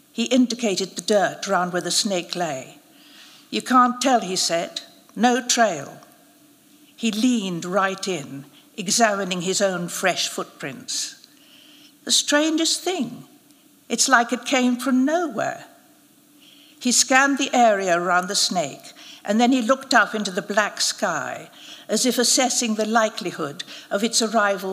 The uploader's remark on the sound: Royal Academy of Arts. The winning story was announced and narrated at a special live event.